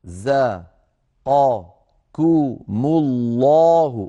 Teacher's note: راء مفخمة لأن الراء مفتوحة زا مرققة الزاي لأنها حرف مستفيل قا القاف مفخمة لأنها من حروف الاستعلاء · Term: التناوب بين الحروف